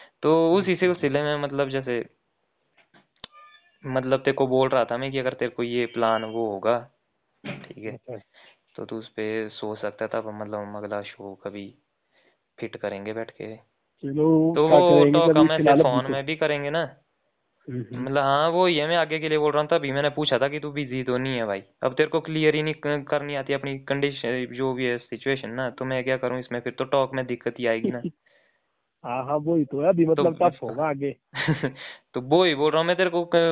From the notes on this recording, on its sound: Phone talk